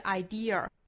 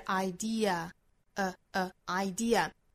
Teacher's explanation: 它是以 schwa sound 元音结尾的，应该是一个这样的一个中元音 · Shown in: second take